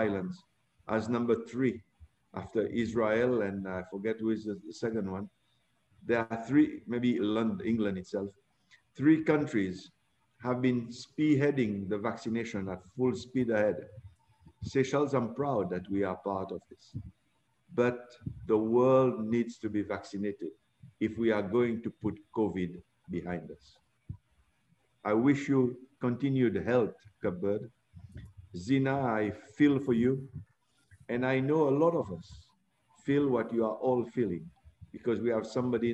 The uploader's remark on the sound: The World Tourism Network today facilitated a zoom meeting. Tourism Leaders of the World Tourism Network (WTN) including former UNWTO Secretary General met on a zoom call today to discuss.